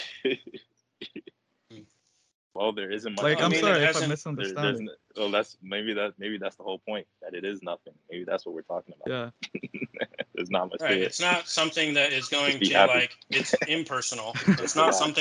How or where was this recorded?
video call